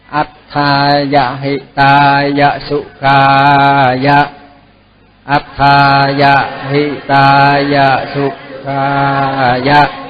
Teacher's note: thường thường cái chữ A mà cuối cùng đó là kéo dài ra, chữ A mà cuối cùng của cái A dài cuối cùng của cái bài á là mình kéo dài ra để chấm dứt cái bài đó.